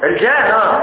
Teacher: الغنة النون المشددة نقف عليها بالغنة بمقدار حركة